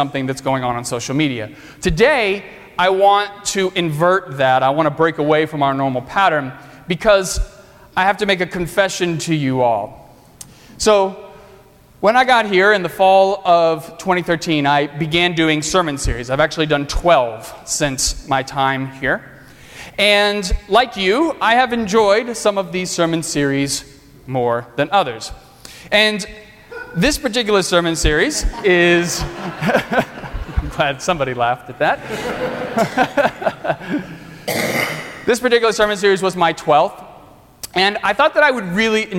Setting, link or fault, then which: setting, large echoing room